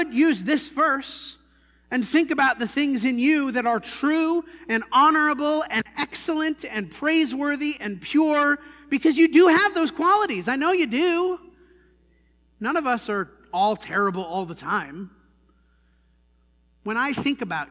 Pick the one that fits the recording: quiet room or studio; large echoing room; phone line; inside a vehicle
large echoing room